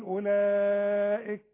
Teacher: كلمة أولئك دي لازم أمدها اتنين ألف، لازم، مش ألف ونص ولا ألف